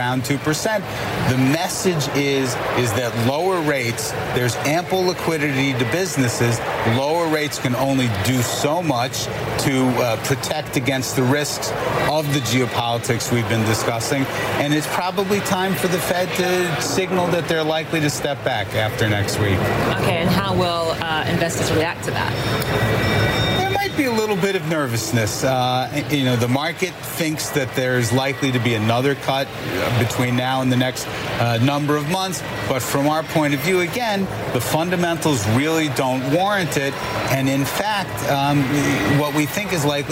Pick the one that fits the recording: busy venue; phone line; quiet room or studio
busy venue